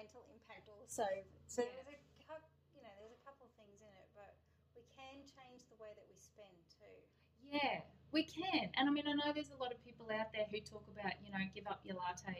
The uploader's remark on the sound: Due to the inability to record in the studio at this time the current episodes may sound less &apos;produced&apos. Due to the inability to record in the studio at this time the current episodes may sound less 'produced'.